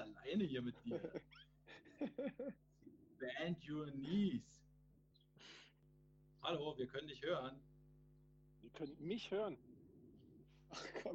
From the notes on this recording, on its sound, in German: Es ist die mit dem schlechtesten Ton ever